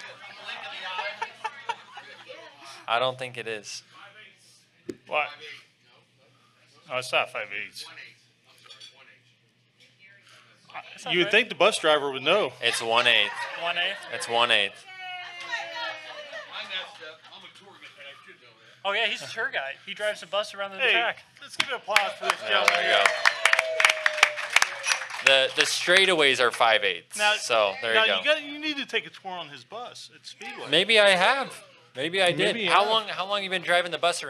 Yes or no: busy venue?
yes